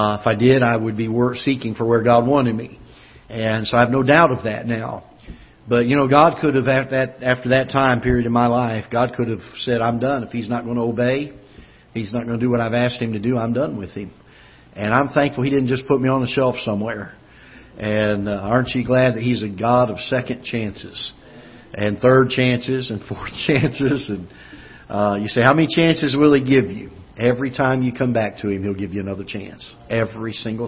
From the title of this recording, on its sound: Ketha Heights Baptist Church ~ Live Broadcast